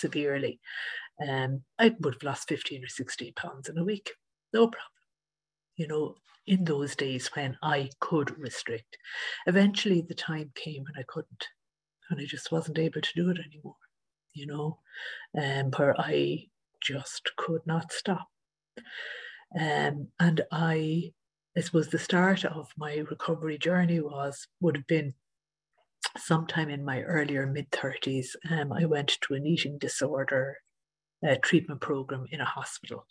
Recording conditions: video call